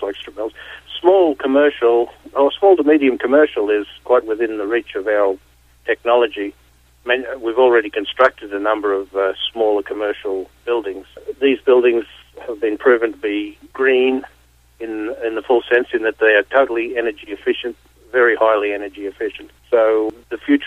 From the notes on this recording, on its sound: called in to SmallCapVoice